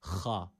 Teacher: Boğazımızı hırıldatarak ha harfini çıkartıyoruz. · Term: kalın bir harftir